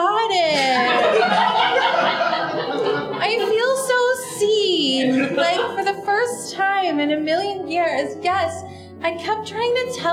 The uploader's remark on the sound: Listen along with our live audience